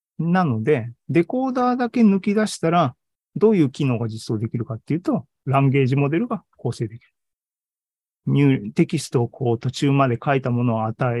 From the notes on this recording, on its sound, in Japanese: ２０２３年２月２２日に開催した ZOOMライブの模様です